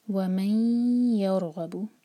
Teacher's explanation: رَا ساکن کے بعد غین، تو غین پر زور دیا جائے گا، اور غین جو ہے ہیوی لیٹر ہے